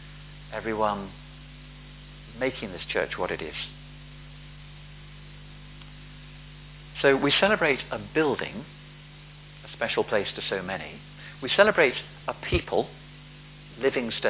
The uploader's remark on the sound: Palm Sunday Rededication of St James Finchampstead. A recording of the sermon given by the Bishop of Oxford. At a service to rededicate St James' following the restoration and conservation work.